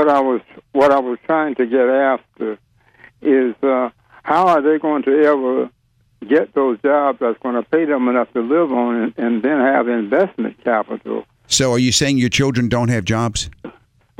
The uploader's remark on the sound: Financial planning call-in show.